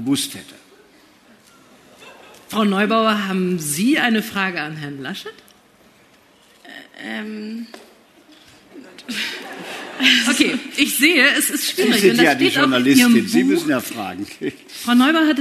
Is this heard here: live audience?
yes